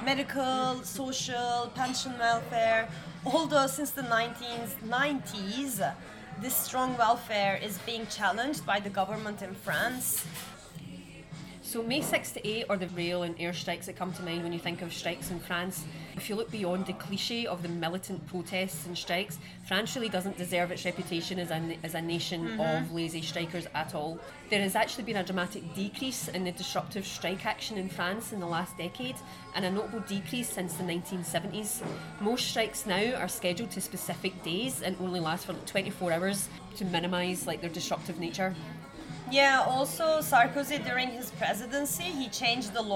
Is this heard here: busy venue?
yes